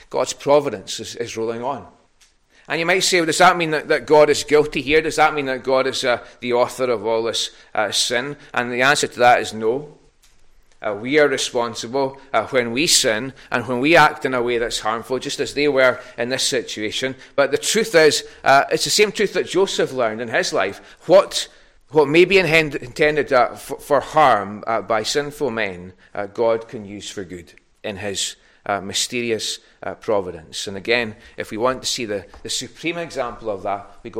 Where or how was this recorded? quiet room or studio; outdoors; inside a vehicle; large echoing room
large echoing room